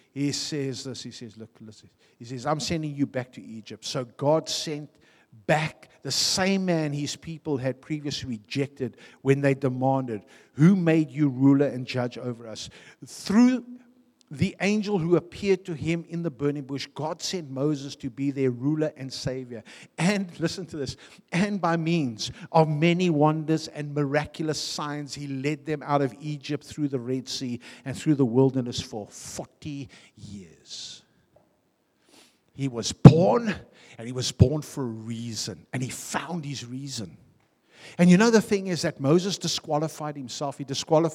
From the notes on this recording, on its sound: Venue : a|City Church , Harfield , Cape Town